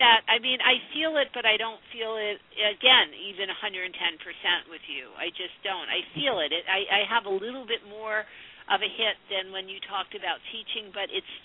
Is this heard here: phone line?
yes